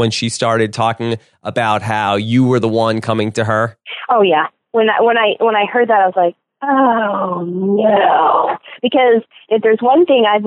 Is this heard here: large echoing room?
no